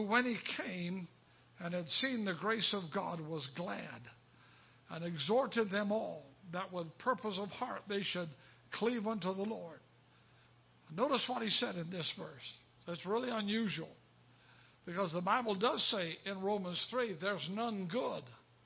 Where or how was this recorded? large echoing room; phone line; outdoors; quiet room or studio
large echoing room